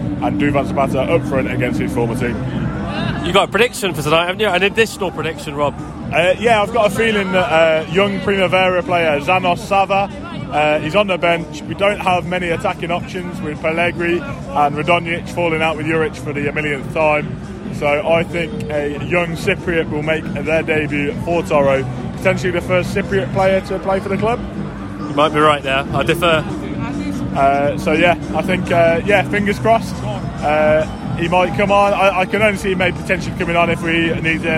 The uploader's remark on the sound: Live from Turin. This episode begins with a clip recorded at 'Bar Norman' birthplace of Torino Football Club. The pod features live audio from Monday night's match against Atalanta, and then the pod itself is recorded almost immediately following Toro's 3-0 victory.